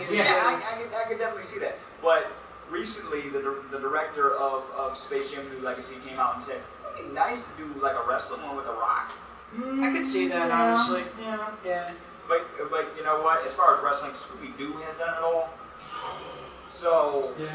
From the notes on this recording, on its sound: thanks to audio issues it took a while for us to clean it up